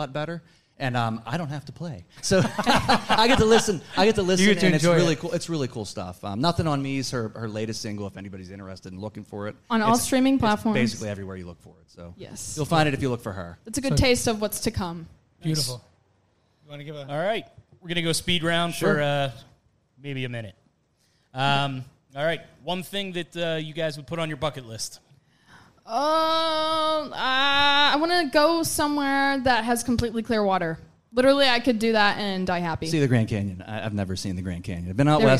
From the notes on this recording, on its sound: Live from the Love Local Courtyard Concert Series. Our 3rd installment of the micro-casts from the Love Local Courtyard Concert Series!